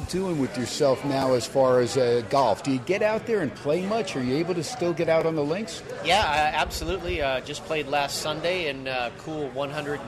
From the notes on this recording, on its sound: SPORTSXRADIO HUMP DAY AT STEINERS PUB. "Live" from #SteinersPub in #LasVegas.